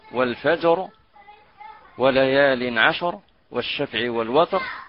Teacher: الوقف على الراء هنا لكل قراء بالتفخيم عند الوقف عليها